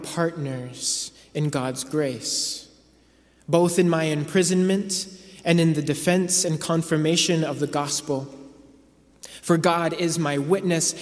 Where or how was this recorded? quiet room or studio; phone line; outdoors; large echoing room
large echoing room